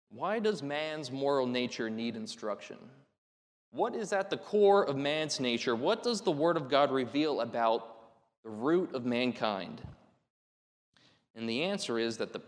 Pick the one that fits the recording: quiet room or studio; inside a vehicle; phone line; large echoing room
large echoing room